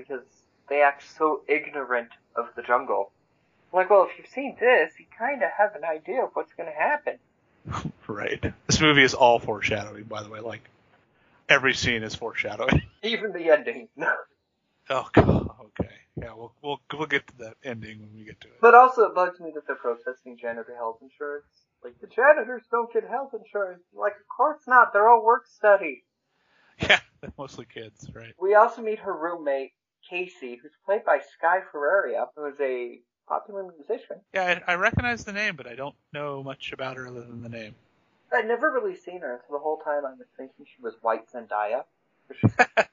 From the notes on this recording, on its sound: Again, sorry about the minor audio issues - those have been fixed going forward.